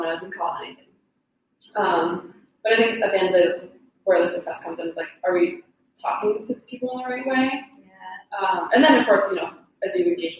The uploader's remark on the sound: the audio is a little echoey so bear with us